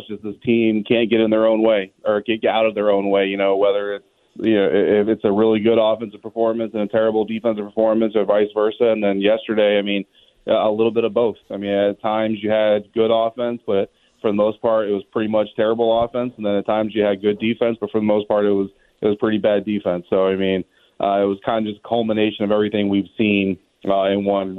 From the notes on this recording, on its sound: Take some calls. We take some more calls from Washington Commander’s fans.